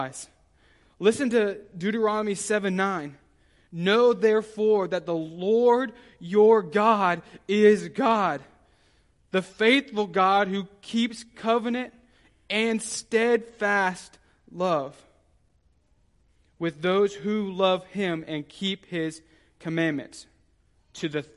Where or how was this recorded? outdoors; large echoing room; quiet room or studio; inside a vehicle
large echoing room